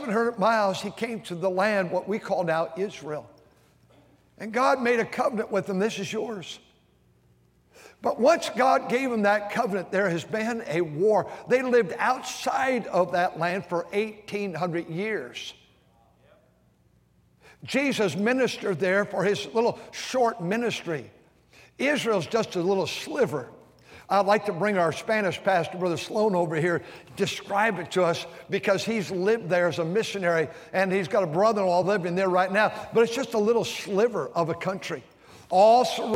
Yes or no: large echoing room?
yes